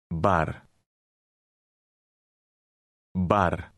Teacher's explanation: The last letter is pronounced with a rolling R sound, which is common in Greek.